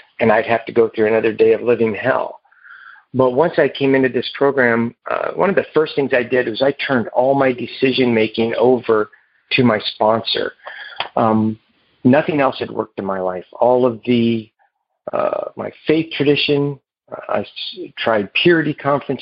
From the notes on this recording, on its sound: Noon Phone Speaker Meeting